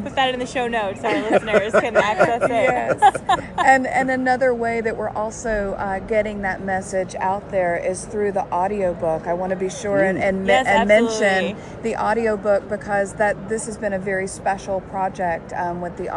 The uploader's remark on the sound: Interview was recorded in person at 2020 PLA in Nashville, TN, in February 2020.